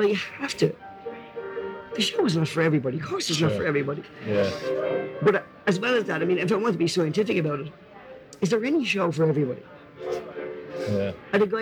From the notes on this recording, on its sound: Sorry about the sound but the tape s 30 years old and the interview was recorded in a hotel lobby in Dublin.